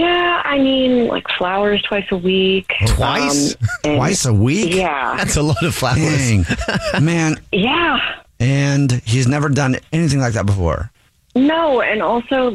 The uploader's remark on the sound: there is a woman on the phone